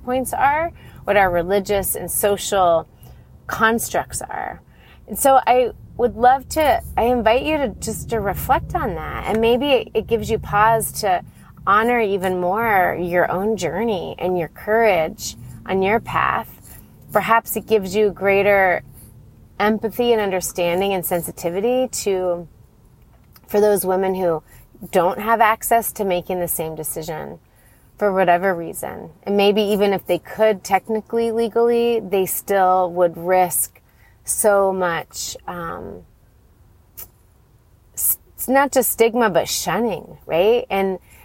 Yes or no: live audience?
no